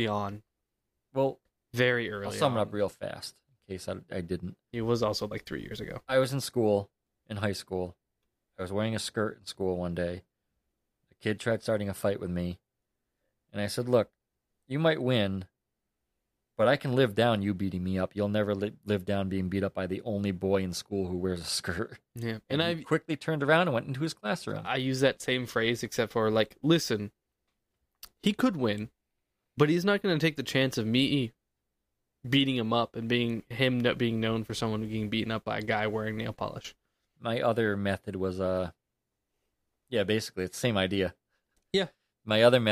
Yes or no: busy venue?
no